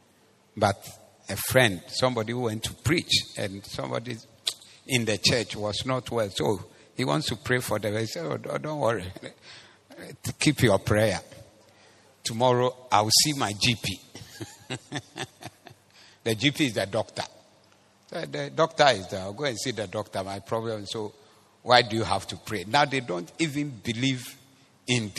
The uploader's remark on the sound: Preached at the Zeloo Service